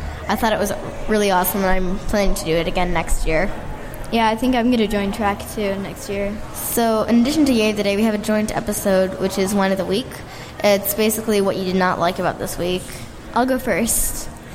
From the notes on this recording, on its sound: We take the stage and record live at Indy PopCon 2018. You’ll notice we were a bit scared (and fast talking) at first.